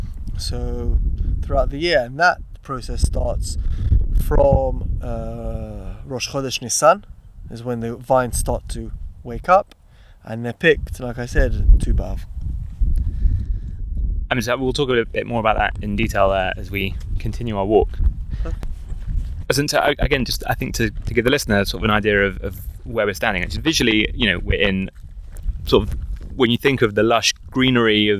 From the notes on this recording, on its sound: strolling through the vineyards in the hills just outside Jerusalem